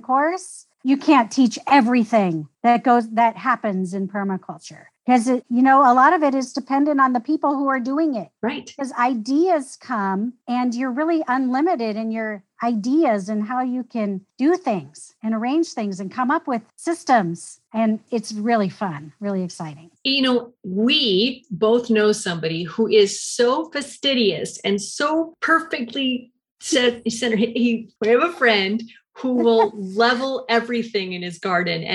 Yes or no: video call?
yes